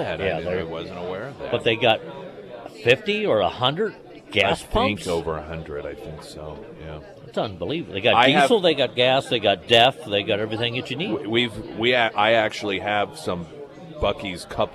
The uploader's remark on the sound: live at Scramblers Diner